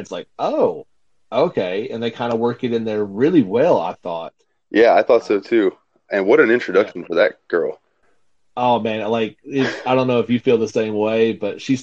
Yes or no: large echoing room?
no